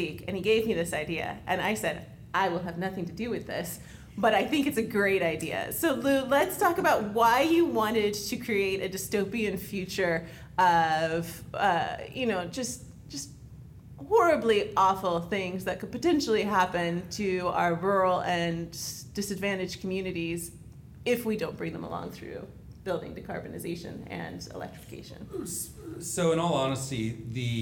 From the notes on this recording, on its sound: Recorded live on September 21st, 2022 at the California Climate and Energy Collaborative (CCEC) Forum in San Diego, California.